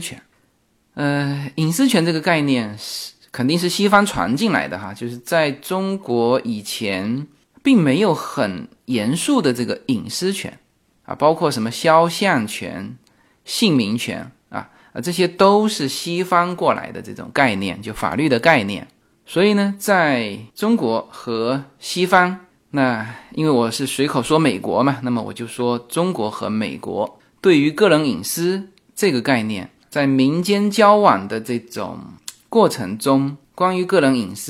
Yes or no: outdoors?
no